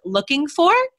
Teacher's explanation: you ended it with upward intonation